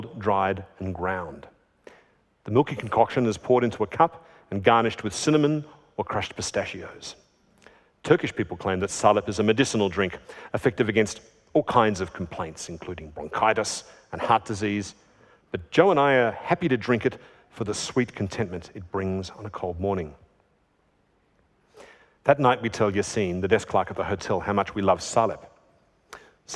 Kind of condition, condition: setting, live audience